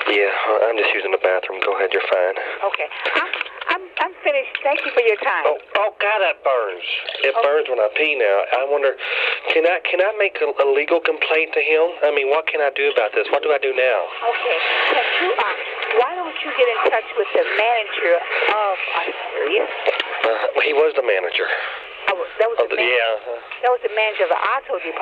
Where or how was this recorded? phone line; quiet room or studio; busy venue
phone line